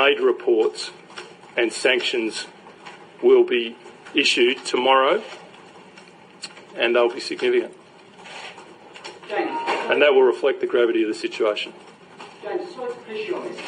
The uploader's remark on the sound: Press Conference In South Africa